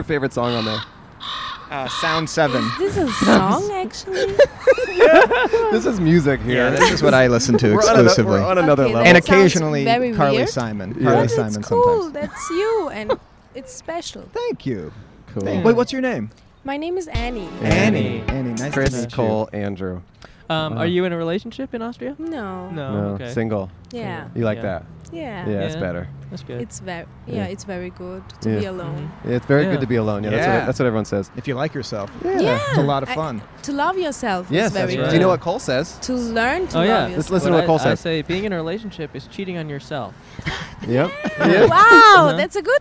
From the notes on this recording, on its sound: Recorded on Colorado Blvd in Pasadena, CA.